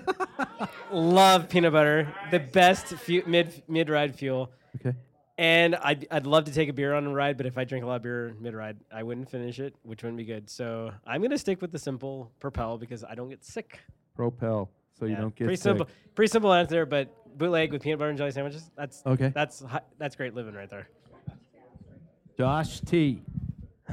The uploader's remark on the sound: Live at Badass Backyard Brewing in Spokane Valley